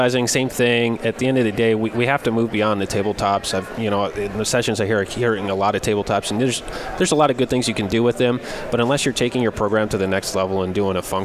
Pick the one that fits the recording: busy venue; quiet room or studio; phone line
busy venue